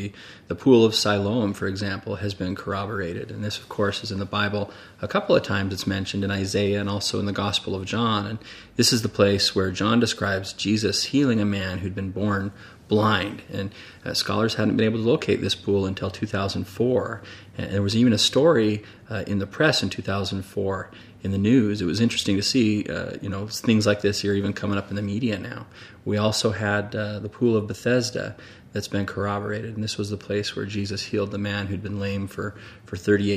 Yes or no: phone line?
no